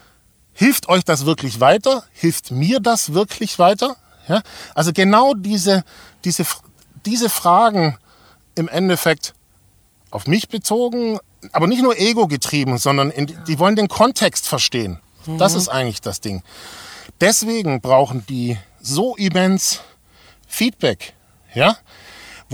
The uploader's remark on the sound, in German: Aufgezeichnet wurde die Folge im Übrigen beim diesjährigen Pirate Summit in Köln bei gefühlten 80 Grad in unserer #ChevyLady. Falls Ihr hier und da also das Gefühl bekommt, etwas Rauch aufsteigen zu hören, dann war es vermutlich einer der Aufgüsse die wir uns an dem Tag gegönnt haben.